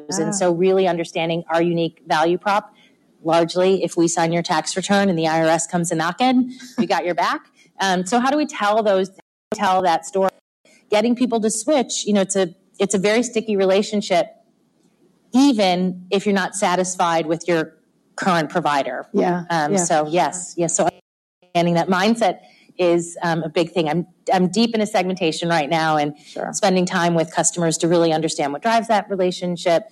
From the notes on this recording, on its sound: Special episode of Marketing Vanguard live from Commerceweek.